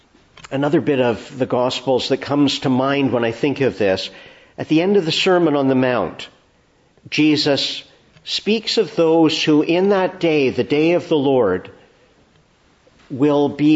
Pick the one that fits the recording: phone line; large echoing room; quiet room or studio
large echoing room